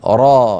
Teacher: را وليس في آخرها همزة. لا نقول في تلاوة القرآن الكريم را ليس فيها همزة أبدا، لا يصح هذا أبدا، لابد أن نقول را لم ترد مهموزة.